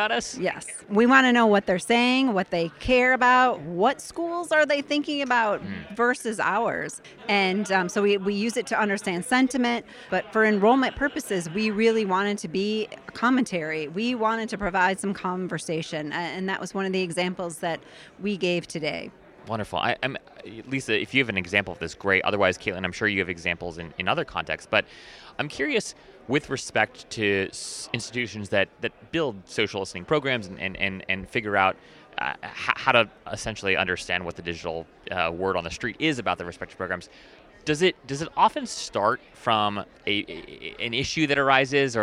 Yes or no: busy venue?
yes